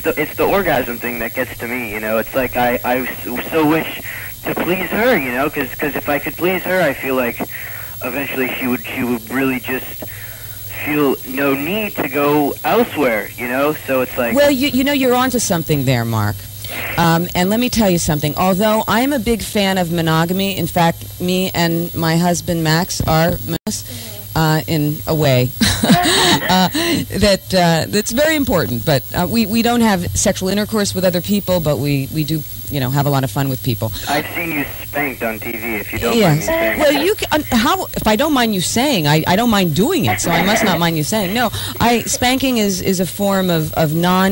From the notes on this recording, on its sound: This is a caller on my Saturday night live show.